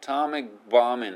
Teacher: Atomic の K は息捕まえるだけ。それから Bomb に行きます。